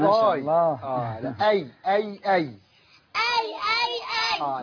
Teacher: الهمزة مرققة والياء مرققة فكلاهما مرقق